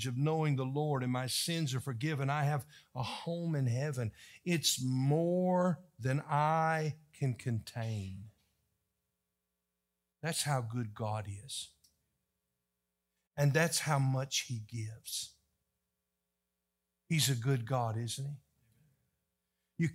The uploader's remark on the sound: was delivered on October 1, 2023 during the morning service.